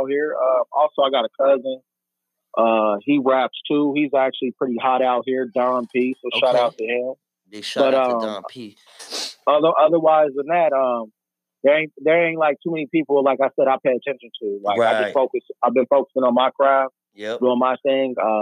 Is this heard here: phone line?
yes